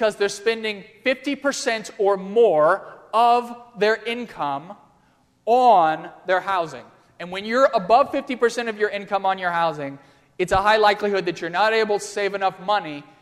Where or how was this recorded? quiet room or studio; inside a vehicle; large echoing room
large echoing room